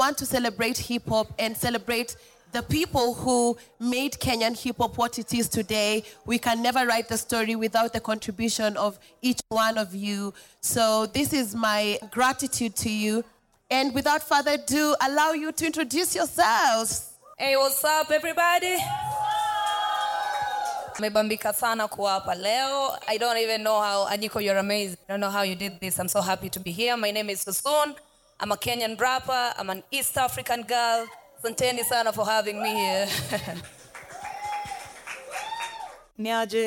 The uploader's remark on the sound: The last conversation recorded at VIP ACCESS Podcast first pop-up event.